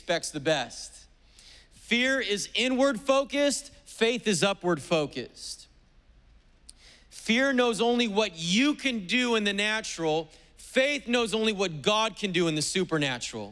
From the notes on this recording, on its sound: Preached on October 3rd at the 11:30AM service.